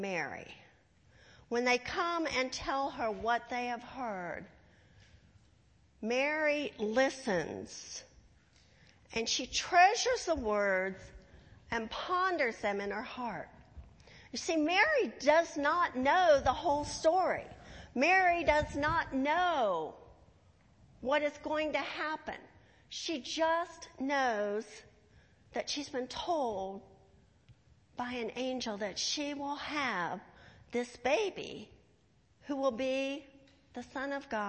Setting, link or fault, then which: setting, large echoing room